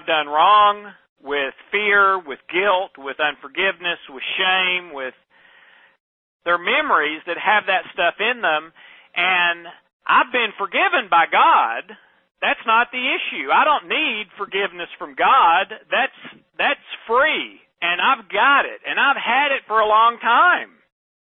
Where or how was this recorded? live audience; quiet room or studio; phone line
phone line